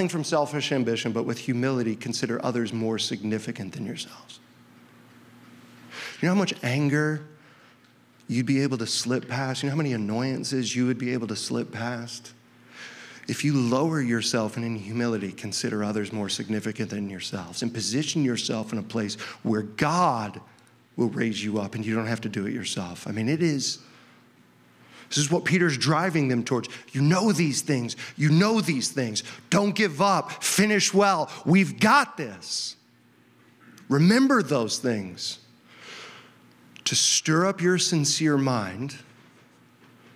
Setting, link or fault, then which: setting, large echoing room